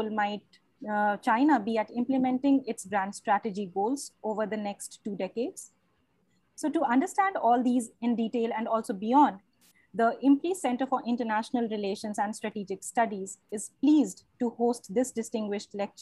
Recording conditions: video call